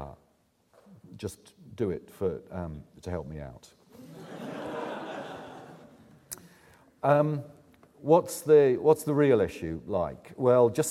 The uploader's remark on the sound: presents the closing keynote speech for the Oxford Climate Forum 2010